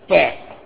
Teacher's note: كيف تنطق الفاء؟ من باطن الشفة السفلى فاء، بدليل لو نفست دي كده برضو تنطق فاء، دي ملهاش داخل خالص.